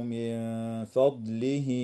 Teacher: وتخفى النون الساكنة مع الغنة مرققة في قوله تعالى من فضله